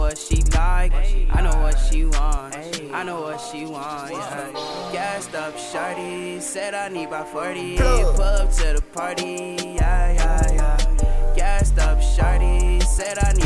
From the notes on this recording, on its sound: Recorded from the back of the tour bus